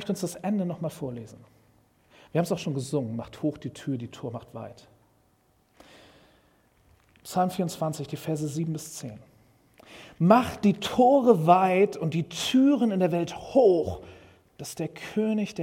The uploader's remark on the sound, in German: Predigt im Rahmen des GreifBar+ Gottesdienstes